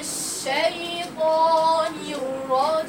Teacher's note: الطاء ضربه في سقف الحنك لانه حرف مستعلى مطبق فوق